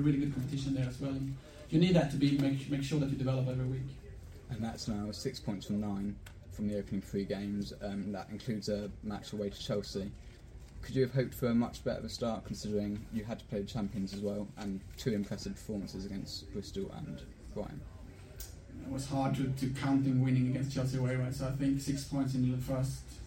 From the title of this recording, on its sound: POST MATCH PRESS CONFERENCE